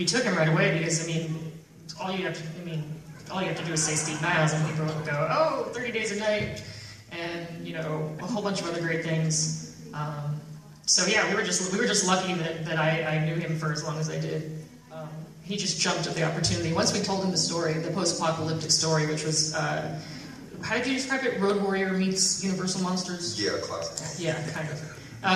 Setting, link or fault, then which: fault, poor sound quality